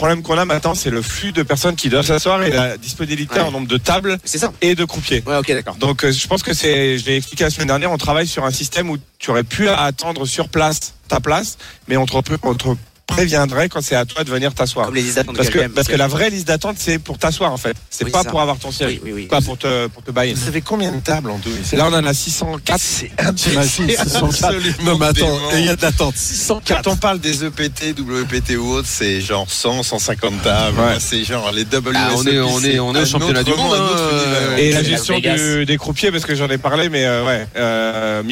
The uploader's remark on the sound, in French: en direct des WSOP à Las Vegas